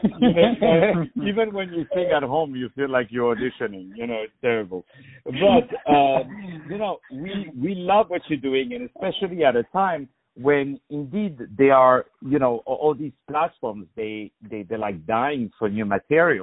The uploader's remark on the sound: On the phone